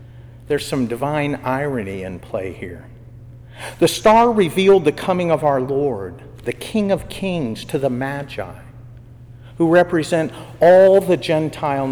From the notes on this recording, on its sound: was given during Evening Prayer for the Dayton Secular Order of Discalced Carmelites on Feast of the Epiphany in Jan 2023